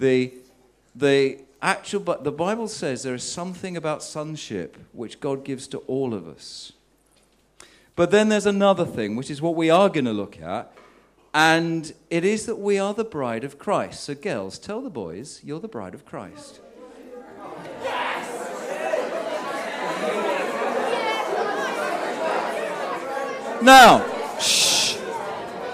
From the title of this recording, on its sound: Sermon at St James Alperton